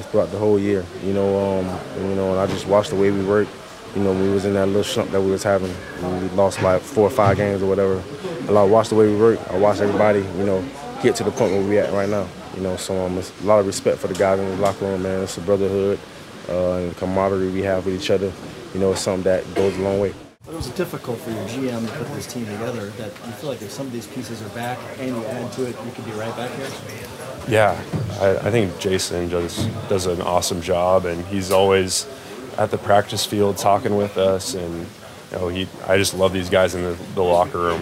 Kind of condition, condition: setting, busy venue